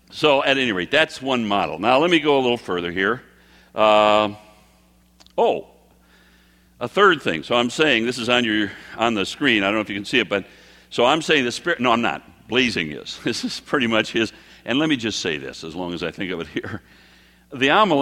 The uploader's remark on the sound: Prophetic messages given at our annual prophecy conferences.